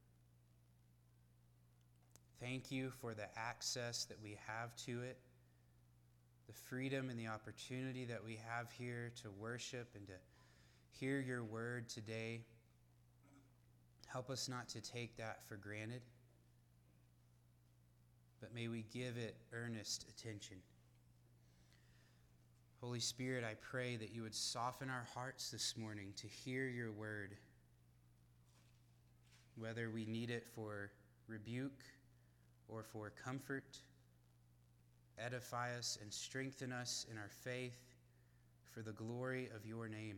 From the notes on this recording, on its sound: For this sermon, the audio in the beginning is quieter than normal so forgive us for the hiccup!